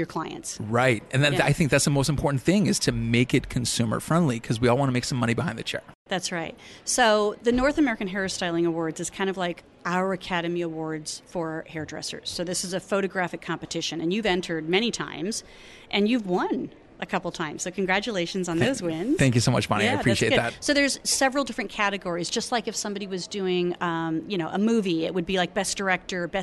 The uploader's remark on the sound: Live at ISSE 18